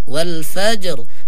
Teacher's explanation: إذا وقفنا على كلمة الفجر هنا إذا وقفنا عليها نقرأ الراء بالتفخيم